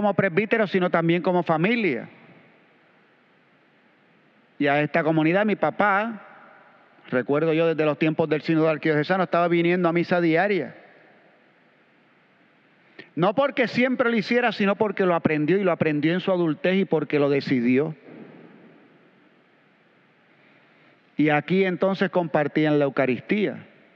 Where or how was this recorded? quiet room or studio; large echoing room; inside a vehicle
large echoing room